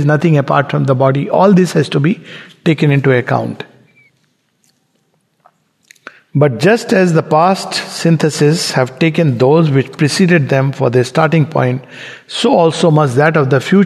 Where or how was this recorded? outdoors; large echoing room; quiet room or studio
large echoing room